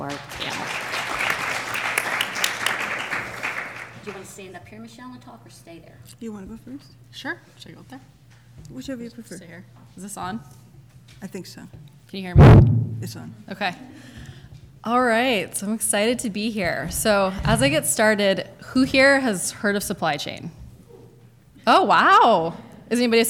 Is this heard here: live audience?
yes